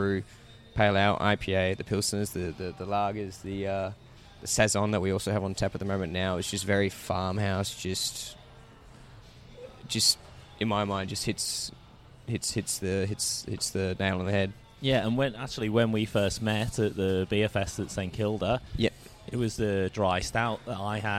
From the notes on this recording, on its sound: Burnley Brewing based in Bridge Road, Richmond. The episode was recorded at the brewpub.